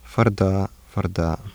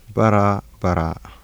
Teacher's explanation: Central approximant becomes alveolar flap between two vowels.